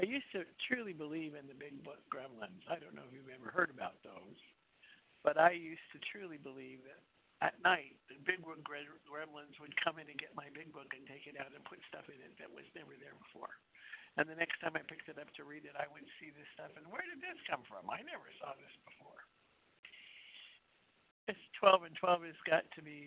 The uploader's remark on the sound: 100 Pounders Phone Meeting